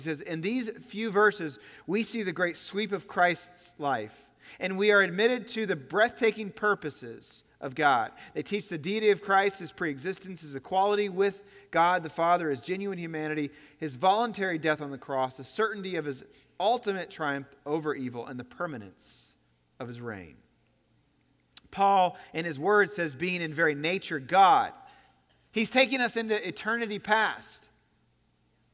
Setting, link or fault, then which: setting, large echoing room